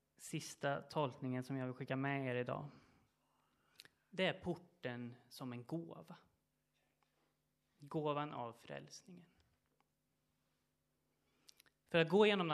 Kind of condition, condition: setting, large echoing room